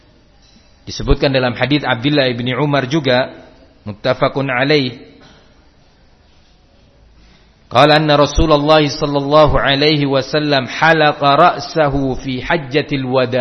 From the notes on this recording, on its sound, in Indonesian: di Masjid Ma’had as-Salafy Jember